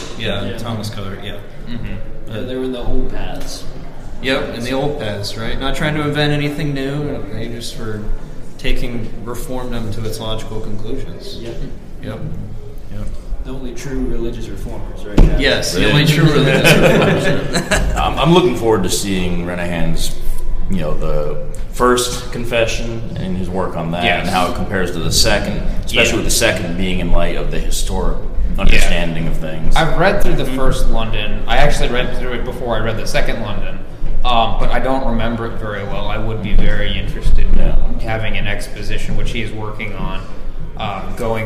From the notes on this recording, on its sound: This is an off the cuff episode on location at the 2021 Keach Conference in Gloucester, VA. This audio is from a video we did on the Keach Conference.